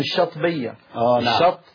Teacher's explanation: فيأكلون الألف، يأكلون الألف ولا يقولون الشاطبية، لما؟ لالتقاء الساكنين